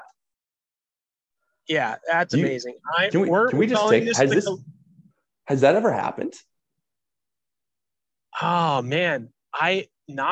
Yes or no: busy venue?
no